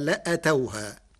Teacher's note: قرأ ورش كلمة لآتوها بحذف الألف بعد الهمزة فتصير ثم سئلوا الفتنة لأتوها من الإتيان المتعدي لواحد بمعنى جاءها.